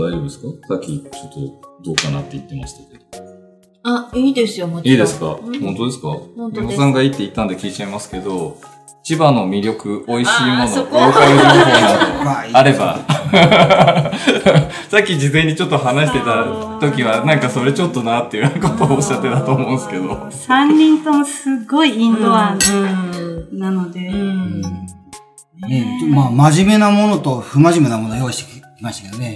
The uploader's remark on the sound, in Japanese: ものづくりについてトークをする公開収録「にわのわラジオTalkTogether」を行いました。ギャラリー林檎の木andR。